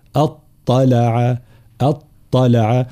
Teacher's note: فهنا طبعا همزة الوصل تسقط في درج الكلام، فتسقط همزة اطلع وتبقى همزة الاستفهام هنا استفهامية، اطلع، اطلع.